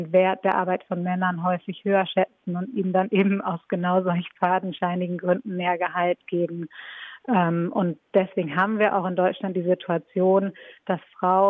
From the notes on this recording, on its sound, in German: Am Telefon sprechen wir